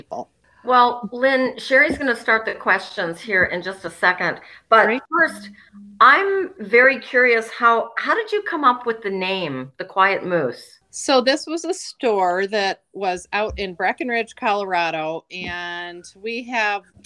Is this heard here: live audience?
no